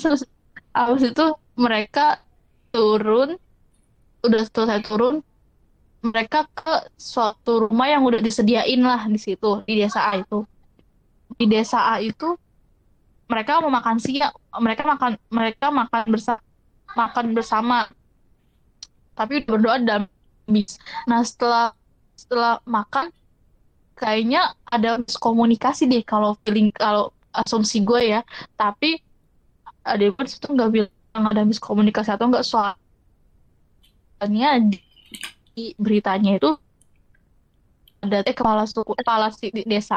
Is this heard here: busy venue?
no